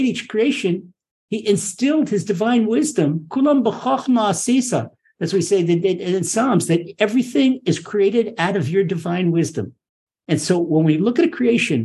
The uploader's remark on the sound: Recorded via TORCHzoom.